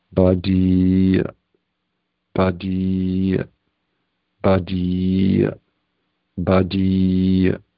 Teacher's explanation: In the 14th one, the apostrophe is at the end of the word, so it's a little more difficult to pronounce, in that it's kind of like swallowing an A sound. So the elongation in this word is in the last syllable of the E sound.